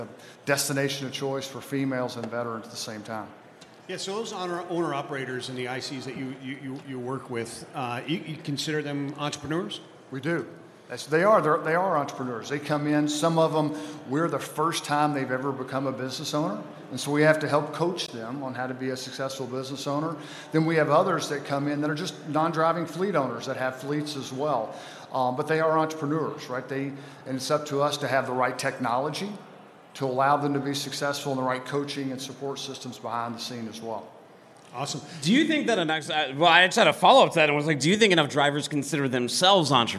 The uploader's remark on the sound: Live from day 1 at F3.